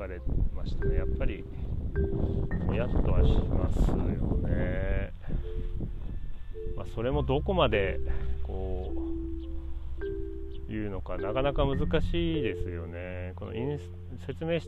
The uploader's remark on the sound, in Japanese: 外での収録なので自然の音が入ってます